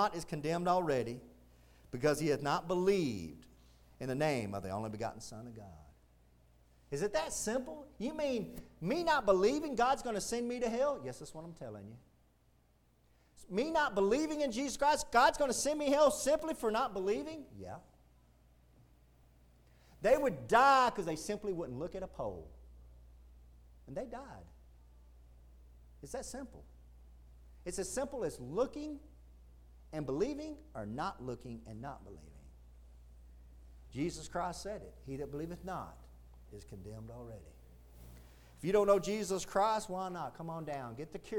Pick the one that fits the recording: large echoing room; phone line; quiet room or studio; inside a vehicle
large echoing room